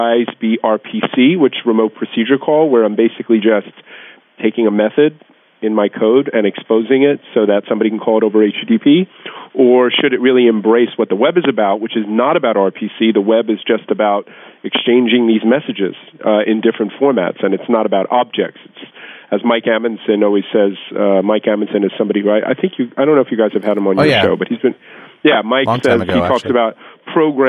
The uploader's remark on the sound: A now-rare telephone-based conference call (remember when these were cool?).